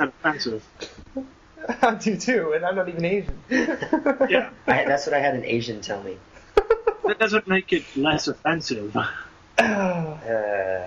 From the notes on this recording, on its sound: This week we convened over Skype. We apologize for the audio quality.